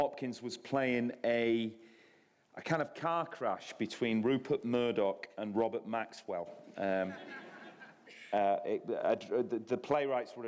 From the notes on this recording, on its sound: This is a live recording of a Platform event from July 2012.